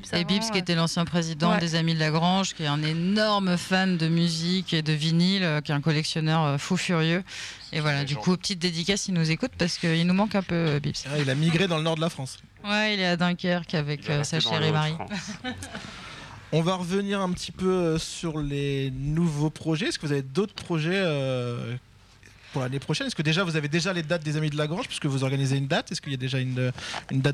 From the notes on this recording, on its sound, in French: Emission réalisée en direct de la grange à musique de Creil (60).